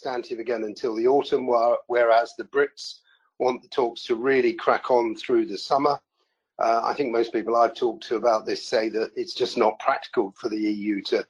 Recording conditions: video call